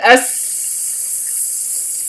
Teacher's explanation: فلما أقول مثلا في السين لو قلت أس أستطيع يبقى معي جريان الصوت إلى أن ينقطع نفسي، فهذا حرف رخو